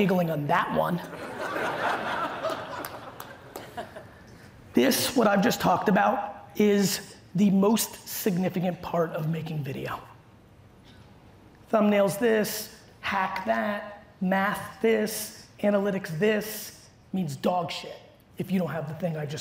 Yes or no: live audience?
yes